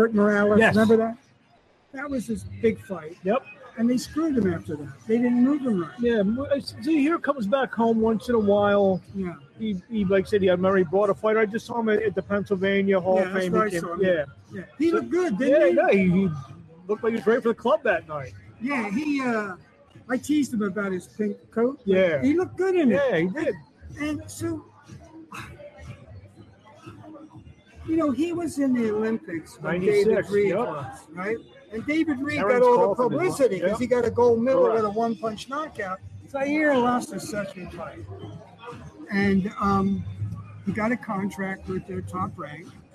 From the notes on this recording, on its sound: LIVE FROM ATLANTIC CITY BOXING HALL OF FAME.